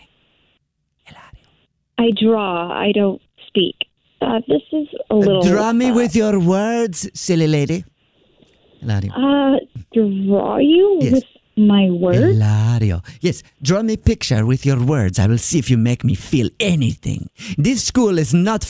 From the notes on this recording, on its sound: today's Phone Prank